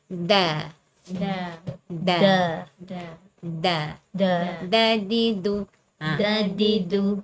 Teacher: Dia bukan betul-betul guna hujung lidah. Dia menggunakan sedikit permukaan di hujung lidah tu. · Term: huruf dal